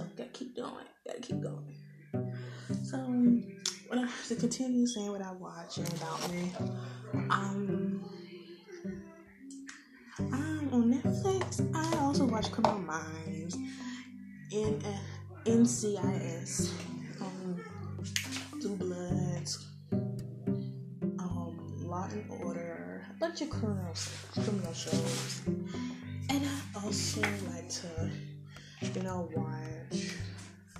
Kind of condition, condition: fault, sounds in the background